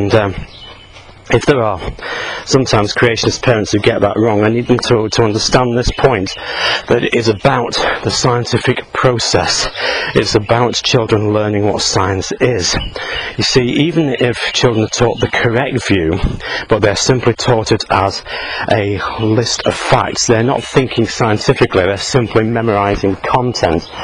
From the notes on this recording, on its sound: while out walking his dog